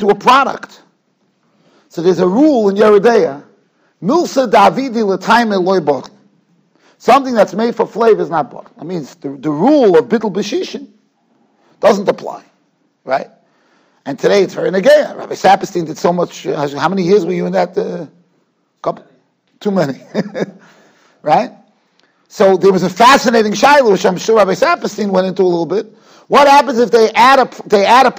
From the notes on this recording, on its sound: Shiur recorded in Yeshivas Ohr Reuven, Monsey, NY.